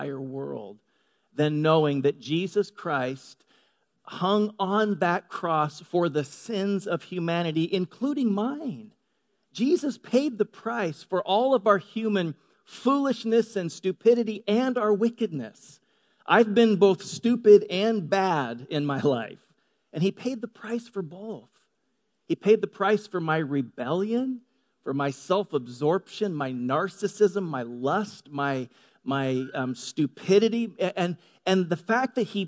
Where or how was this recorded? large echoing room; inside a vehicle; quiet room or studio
large echoing room